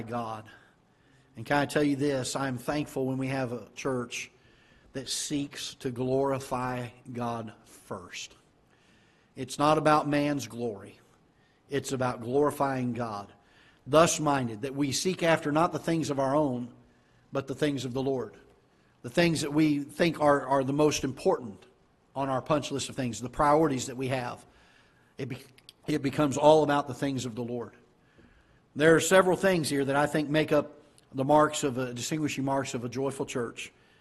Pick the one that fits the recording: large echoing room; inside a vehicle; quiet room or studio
large echoing room